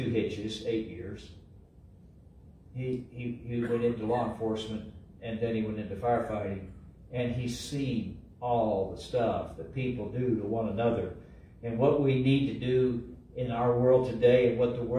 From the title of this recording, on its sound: LIVE from Calvary